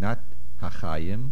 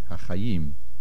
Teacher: the main accent is milra on the yim ending · Shown in: second take · not hachayim, but hachayim.